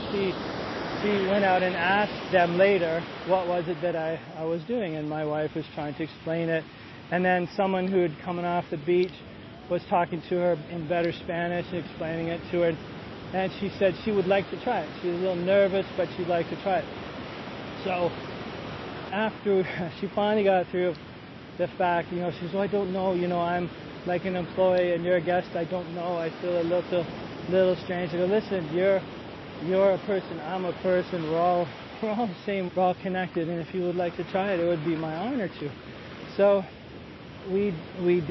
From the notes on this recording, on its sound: walking on a beautiful beach in Costa Rica, the sun shining, the breeze blowing, the waves coming